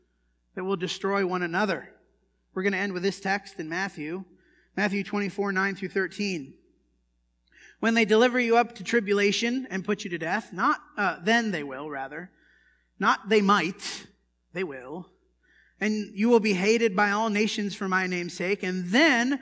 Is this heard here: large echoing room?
yes